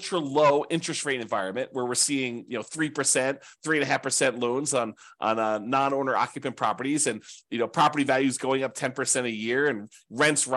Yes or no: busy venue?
no